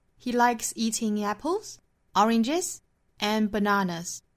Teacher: 英语句子哈，一般涉及到列举事物的时候就是会升升升，最后降